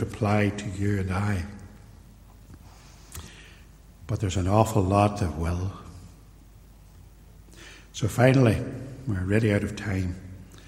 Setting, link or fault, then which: setting, large echoing room